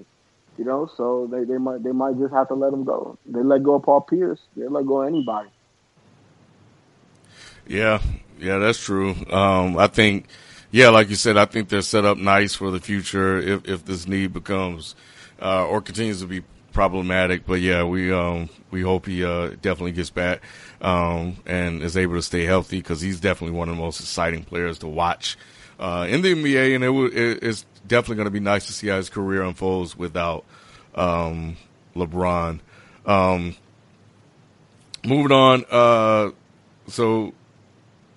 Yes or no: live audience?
no